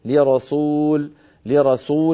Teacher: لما قلت ألا نؤمن لرسول، ليرى سو، لابد من أن بعد أن فخمنا الراء ليرى أن نعود فنرقق السين فنقول لرسول، فإن تركنا الفم على هواه فإنه أسهل على الفم أن ينطق السين مفخمة بعد أن نطق الراء قبلها مفخمة، فيقول القائل لرسول، لرسول يأتي، فتأتي إما صادا أو قريبة من الصاد، إما سينا مفخمة قليلا أو صادا، فلننتبه إلى هذا، والباقي كان جيد.